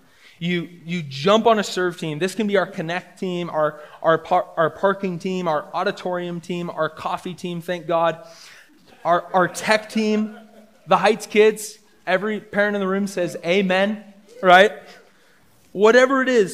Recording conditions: live audience